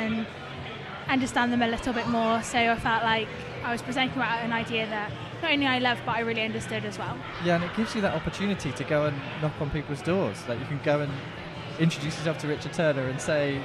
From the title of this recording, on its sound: Live from IWITOT 2022